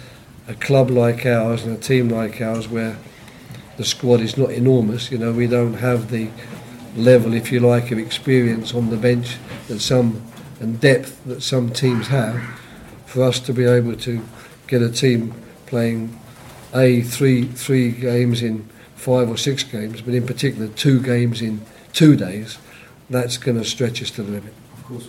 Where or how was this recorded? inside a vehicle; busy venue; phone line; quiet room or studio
busy venue